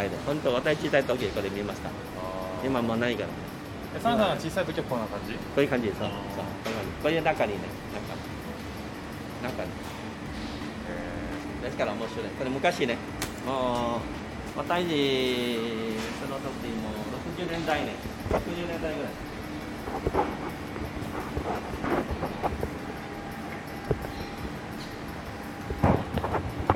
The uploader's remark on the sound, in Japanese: ロケ》カタコトの現地ガイドさんと巡るシンガポール。音声のみですが、少しでも雰囲気が伝わると嬉しいです。